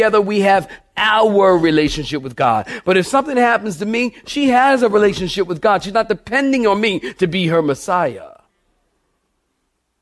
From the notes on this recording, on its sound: as delivered in Calvary Church Cary